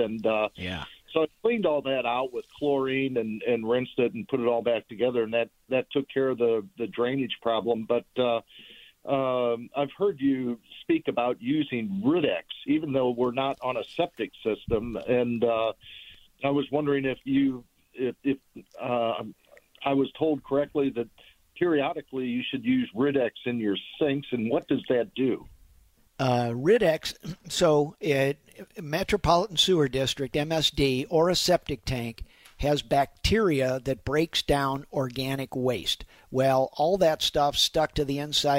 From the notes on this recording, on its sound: answers your phone calls